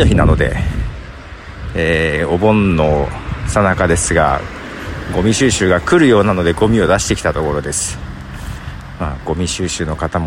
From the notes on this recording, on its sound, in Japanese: まだ風がそれほど強くない台風前。蝉も鳴いている外歩きでの収録ですが、収録開始早々にハプニング。しっかり音も拾っているようで…。